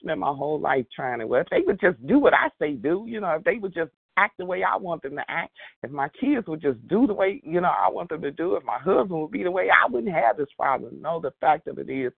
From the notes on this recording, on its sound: qualification from the 100 Pounders Phone Meeting